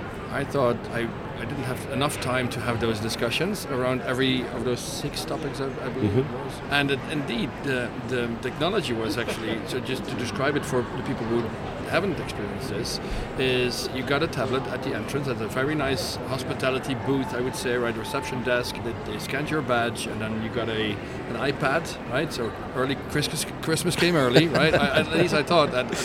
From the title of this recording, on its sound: Live from #IMEXAmerica